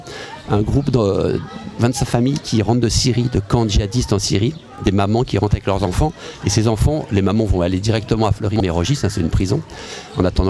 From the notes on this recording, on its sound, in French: En direct le 4 juillet de 9h à 18h à l'occasion du LIVRODROME qui proposa ce jour-là sur le quai Baluze à Tulle. Ont animé sur Bram FM toute une émission en direct le 4 juillet de 9h à 18h à l'occasion du LIVRODROME qui proposa ce jour-là sur le quai Baluze à Tulle plain d'animations originales autour du livre.